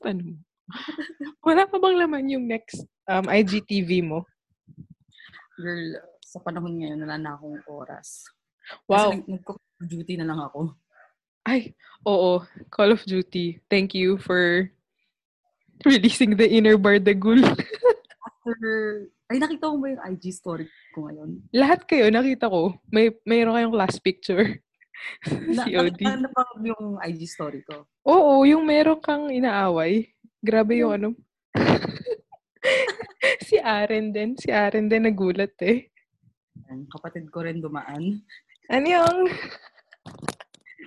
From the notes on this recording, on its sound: We're also posting our zoom video for this.